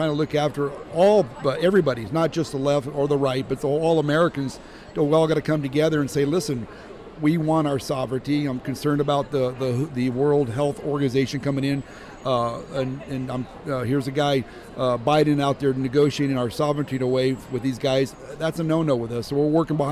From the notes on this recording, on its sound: Great live interview at the Florida Parent Educators Association.